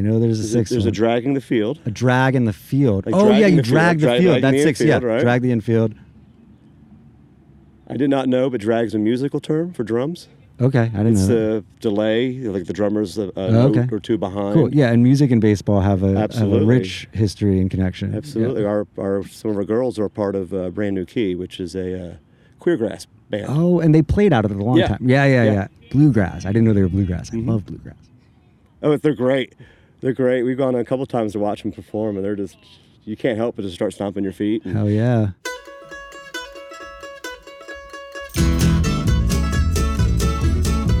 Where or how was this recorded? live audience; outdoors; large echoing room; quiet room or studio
outdoors